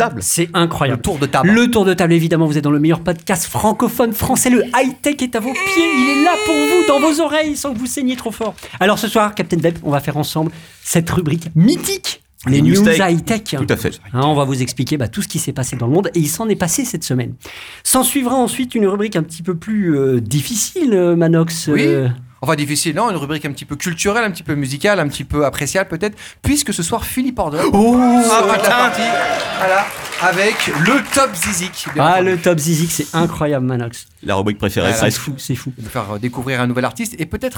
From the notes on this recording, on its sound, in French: on enregistre live au club de l'étoile!